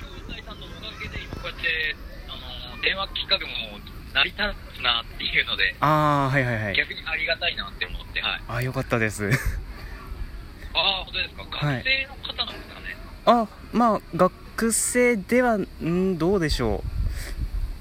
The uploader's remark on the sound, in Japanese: とある方と電話してみた。相手の方はラジオトーカーさんで、収録中だったみたいなのですが。(お相手の方も収録しているという…(笑))。電話コラボ。